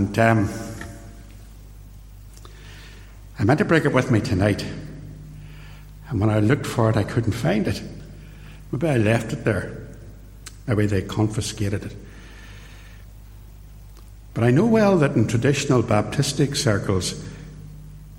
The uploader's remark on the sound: In this short extract from a sermon preached at Templepatrick Reformed Church.